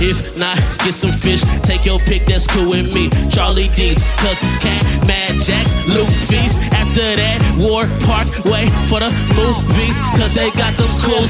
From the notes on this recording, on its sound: performs LIVE from The RINO in NKC!